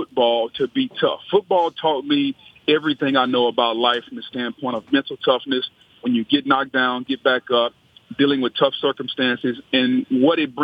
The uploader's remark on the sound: Phone in with their picks. Calls in to pick games.